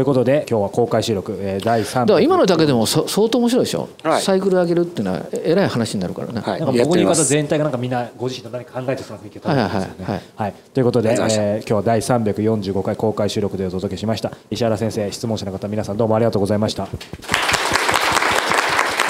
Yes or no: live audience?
yes